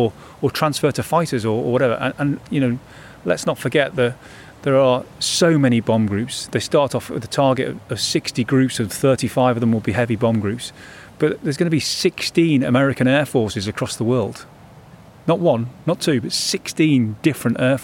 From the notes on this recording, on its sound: We stand in the middle of what was runway Number One at Grafton Underwood airfield. We visit Grafton Underwood church.